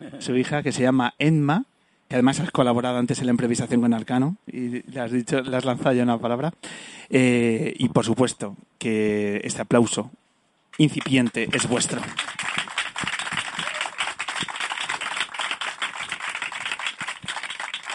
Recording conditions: outdoors